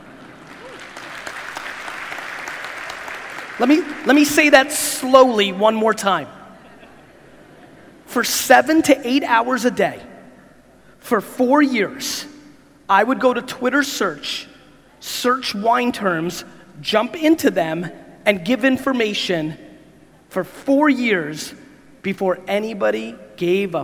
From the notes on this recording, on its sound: Jakarta Keynote. This keynote in Jakarta was filmed back in February of 2019. This keynote came after a 24 hour flight and a quick shower - glad I did it as the Jakarta crowd was awesome ; .